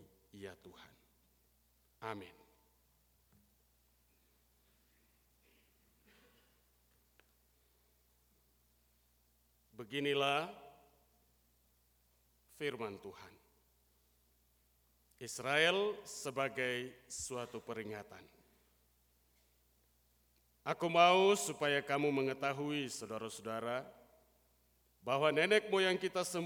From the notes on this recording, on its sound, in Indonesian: Rekaman Khotbah pada Ibadah Minggu pagi tgl 2 Juli 2023 dari GKI Kalvari Tembagapura, Papua.